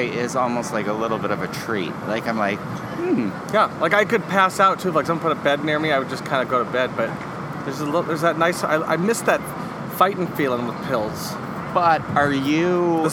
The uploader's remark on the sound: test out a new mic during our lunchtime walk by the river